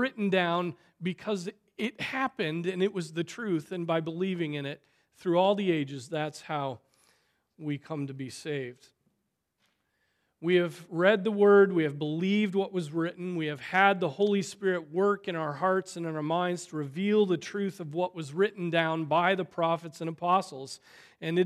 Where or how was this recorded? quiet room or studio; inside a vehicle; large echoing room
large echoing room